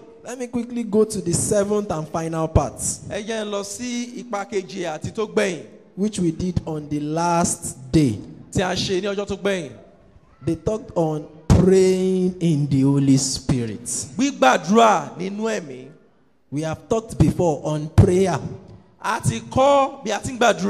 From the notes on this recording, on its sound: Preached at TAC Powerline District, Lagos Nigeria.